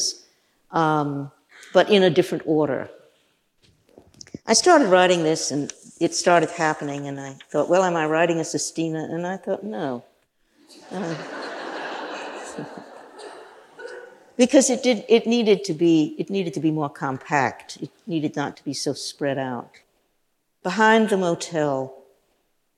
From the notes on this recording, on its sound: In this event from 2006. With a Portland audience.